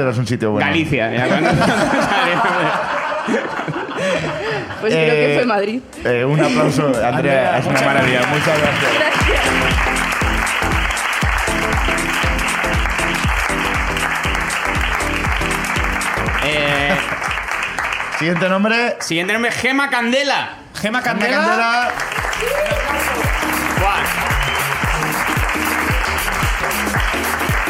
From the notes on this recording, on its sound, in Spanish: La Ruina visita Madrid por primera vez. El público madrileño nos cuenta también sus miserias.